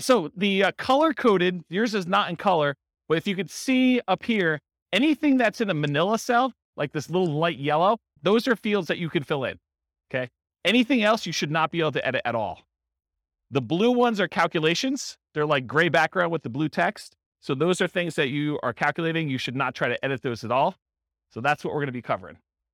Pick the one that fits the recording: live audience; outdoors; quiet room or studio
live audience